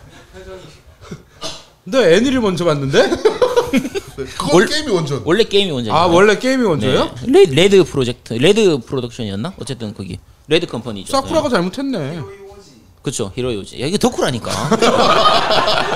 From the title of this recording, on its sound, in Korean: 공개방송특집